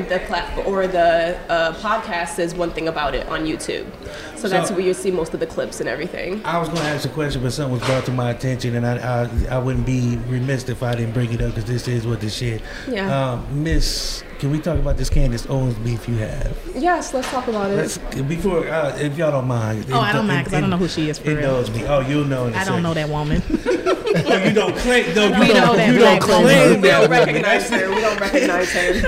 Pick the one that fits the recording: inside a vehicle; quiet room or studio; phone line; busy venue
busy venue